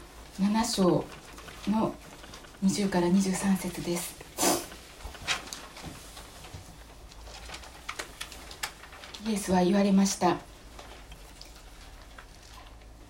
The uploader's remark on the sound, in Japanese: 2019年12月8日吉備教会礼拝メッセージ録音です。